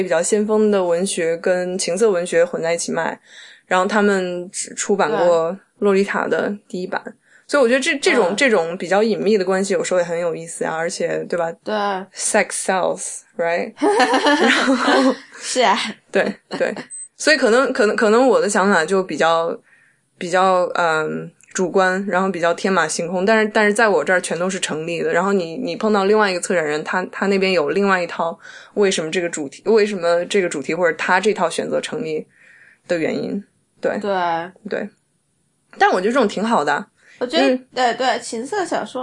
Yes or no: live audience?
no